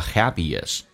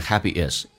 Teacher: happy 跟 is 可以加个连音，元音跟元音之间的连音不是加 w 就是加 ye · Shown in: first take · ，那这个加个 ye 叫 happyis，可怜可不怜，可怜也就是说 happyis，不连 happy is 都对的， happy is or happyis。